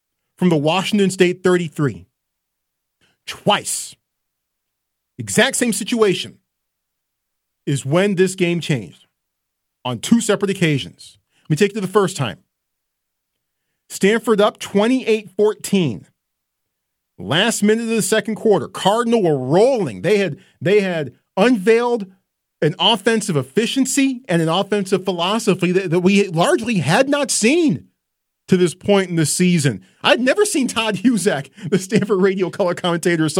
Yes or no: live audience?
no